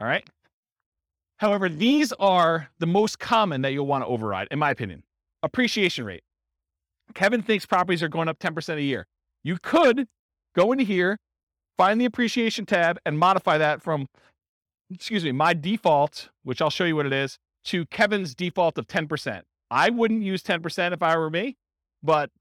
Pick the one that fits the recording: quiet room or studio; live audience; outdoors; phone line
live audience